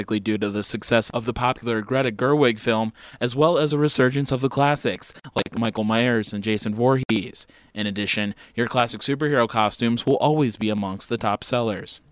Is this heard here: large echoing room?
no